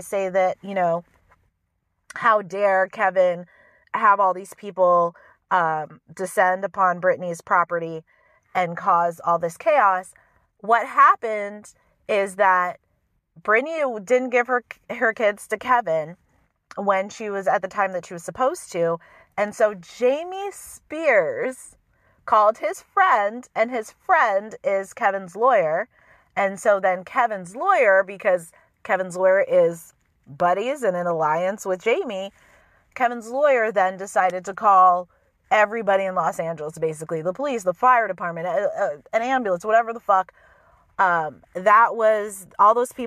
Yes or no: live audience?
no